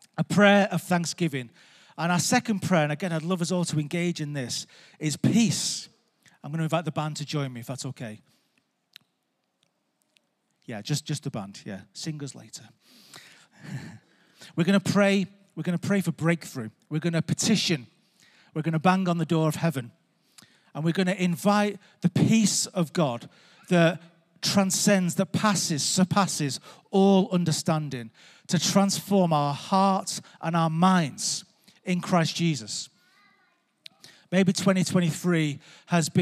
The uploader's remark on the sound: Recorded live at Life Church